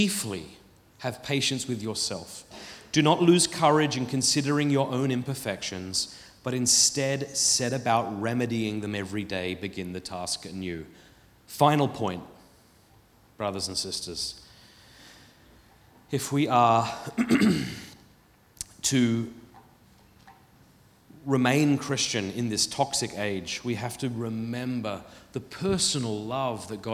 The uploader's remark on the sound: Filmed at the Purpose Conference 2023.